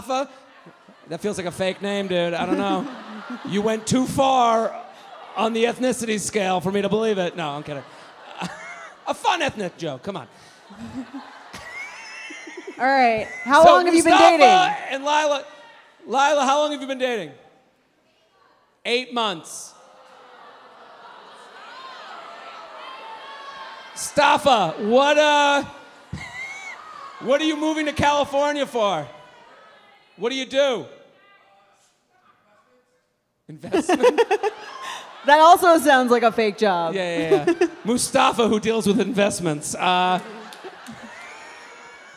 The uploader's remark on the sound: A very special bonus episode recorded live at The Vic Theatre in Chicago. They conduct a dating app profile makeover for 2 audience members.